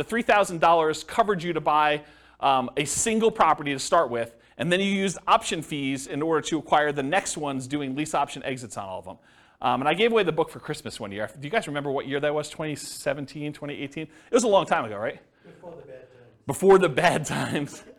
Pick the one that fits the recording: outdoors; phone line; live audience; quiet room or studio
live audience